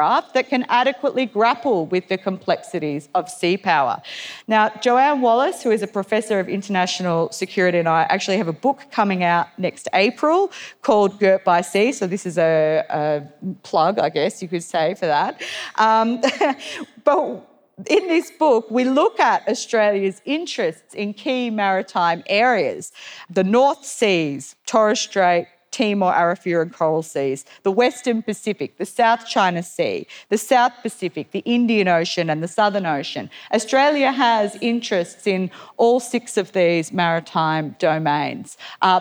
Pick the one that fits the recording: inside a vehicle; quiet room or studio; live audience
live audience